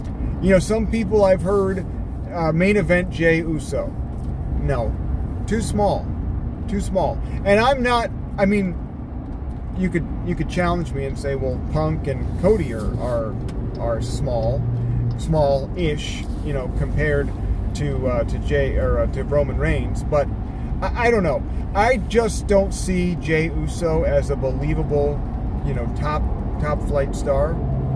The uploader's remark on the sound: in the car DRIVING